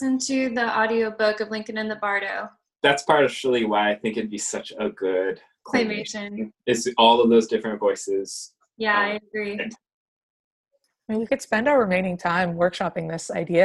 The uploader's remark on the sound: Zoom After Hours